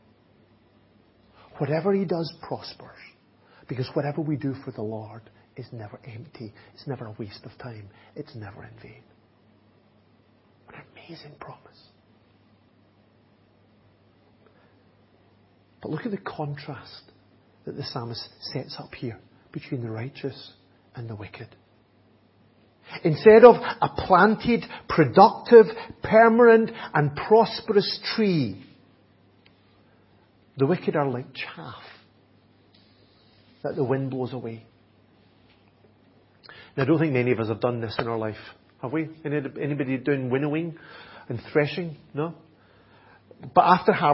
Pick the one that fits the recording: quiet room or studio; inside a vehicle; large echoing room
large echoing room